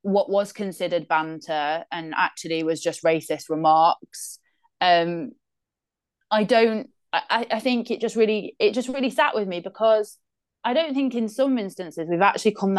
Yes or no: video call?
yes